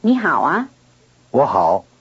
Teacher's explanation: A low tone changes into a rising tone before another low tone.